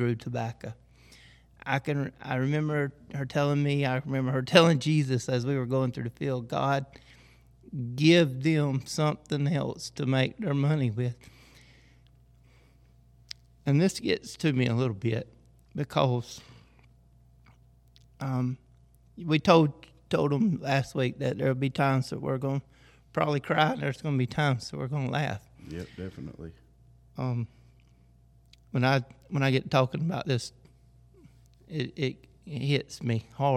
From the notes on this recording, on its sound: The church where we are recording "Our Journey" podcast is on Our Grandpa's farm!